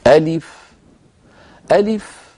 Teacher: عندما أنطق اسمه عبارة عن همزة مفتوحة، لام مكسورة، فاء ساكنة · Term: لا مد فيه